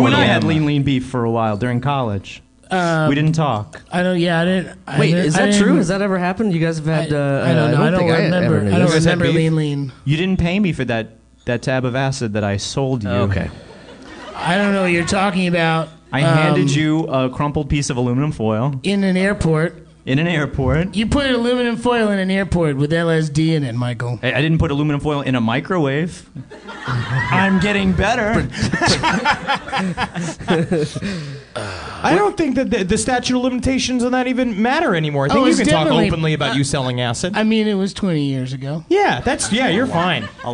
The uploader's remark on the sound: NYC Podfest 2016 LIVE. This month's episode was taken from our live recording at NYC Podfest 2016!